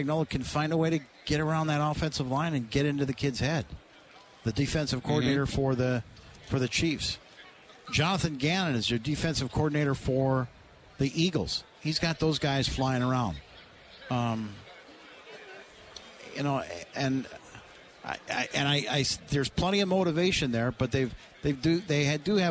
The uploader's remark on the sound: Live From Radio Row At Super Bowl 57